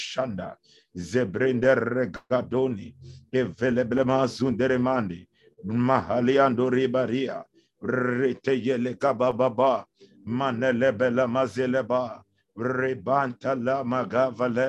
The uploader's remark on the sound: Zoom meeting